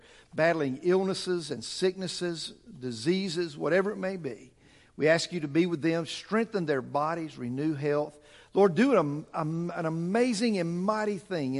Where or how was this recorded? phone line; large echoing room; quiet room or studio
large echoing room